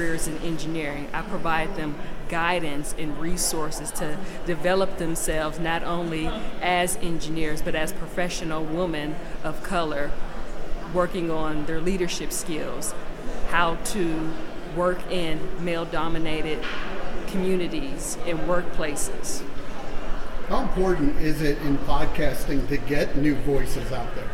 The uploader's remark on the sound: The interview took place during the 2023 Podcast Movement Conference in Denver, Colorado.